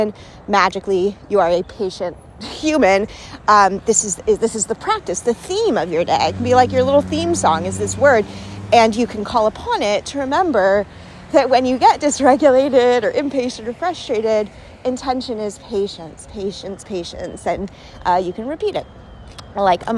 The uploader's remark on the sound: Walk with me! Let’s walk and talk.